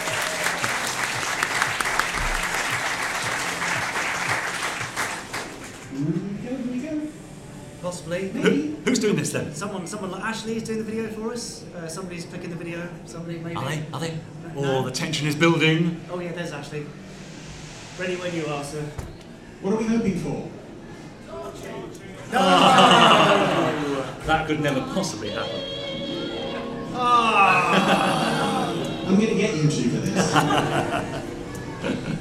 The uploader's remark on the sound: This episode was recorded in front of a live audience at the 2019 Fab Worlds of Anderson convention.